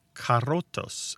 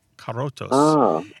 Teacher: And in this book, they talk about a word from New World Spanish, carrotos, C-A-R-O-T-O-S. I guess I shouldn't have trilled that R. · Shown in: first take · It's carrotos.